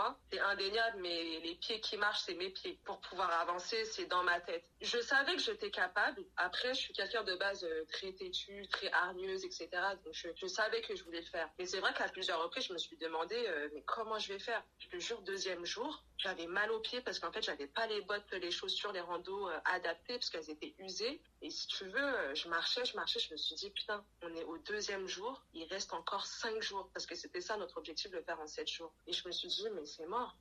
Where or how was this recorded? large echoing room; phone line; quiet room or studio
phone line